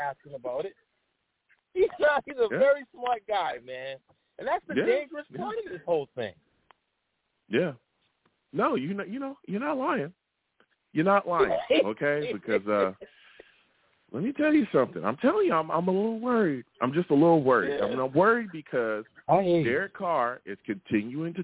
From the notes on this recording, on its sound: Live at 7pm eastern. I take live callers!